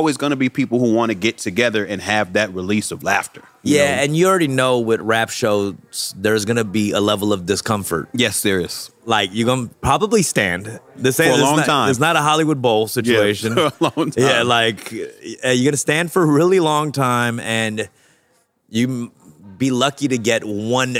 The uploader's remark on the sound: This episode was recorded live at The Growcery dispensary in LA courtesy of Smarty Plants.